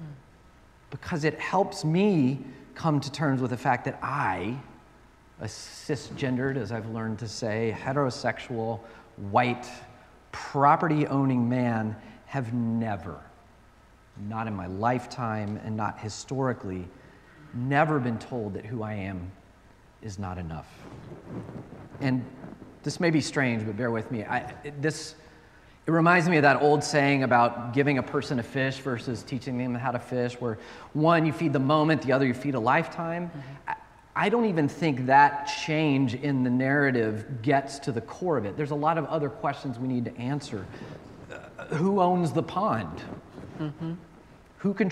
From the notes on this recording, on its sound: at Northwest Presbyterian Church in Atlanta